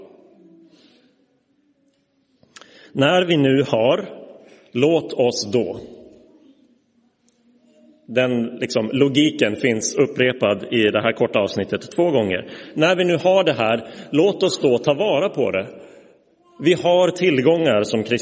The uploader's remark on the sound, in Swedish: Inspelad i Roseniuskyrkan den 18 februari 2024.